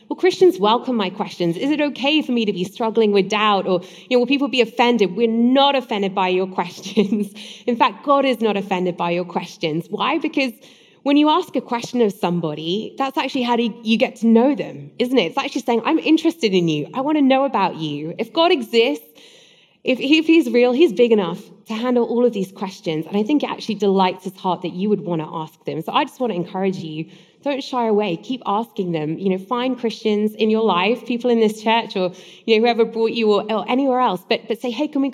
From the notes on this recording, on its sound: Live Q&A. An ‘Ask Anything’ event that we did last week at Bay Area Community Church in Annapolis, where the audience were asking a whole range of important questions.